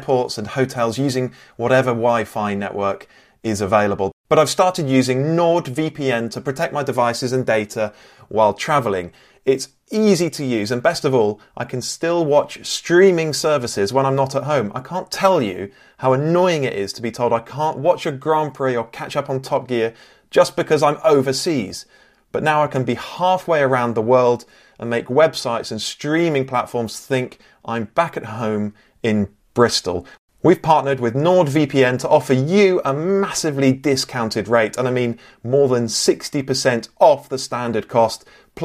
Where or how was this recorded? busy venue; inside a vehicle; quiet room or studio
quiet room or studio